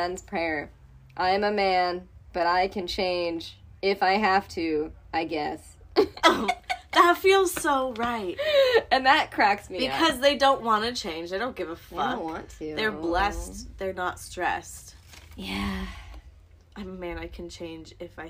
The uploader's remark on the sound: Recording (a)live and in person in the Wine Weed Weird recording studio…also known as a closet. IPhone on rolled up yoga mats.